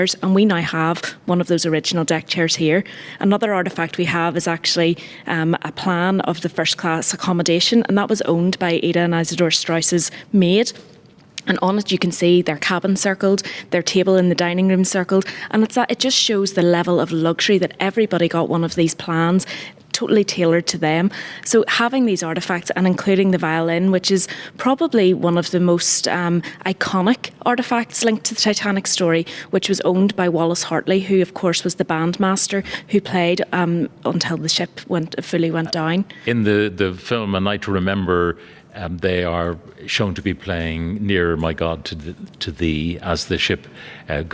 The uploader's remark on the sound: broadcast live from Titanic Belfast